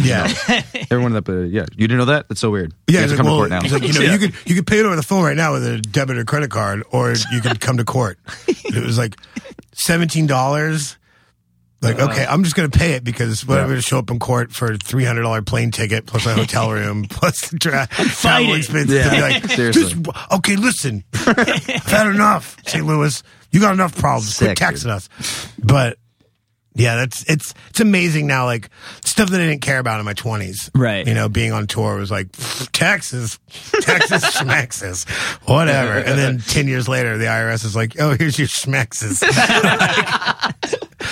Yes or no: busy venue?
no